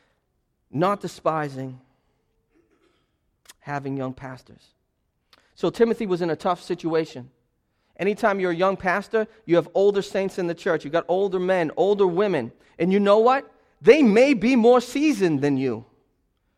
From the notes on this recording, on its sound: This sermon was preached as a part of a sermon series through the book of 1 Timothy entitled Disciple: Maturing with Timothy at Restoration Road Church on January 22.